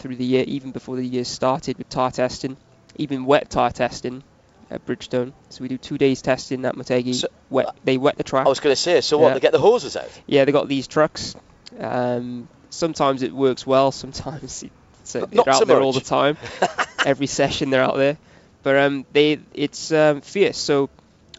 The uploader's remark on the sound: live at Le Mans for this week’s show